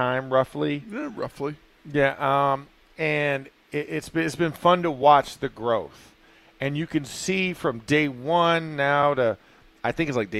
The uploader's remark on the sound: ITL Live from Steelers Camp Day 14.